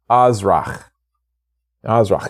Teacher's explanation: you got to get that guttural sound in the back of your throat